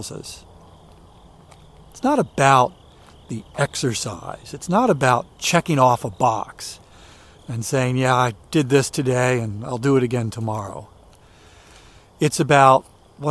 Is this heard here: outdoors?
yes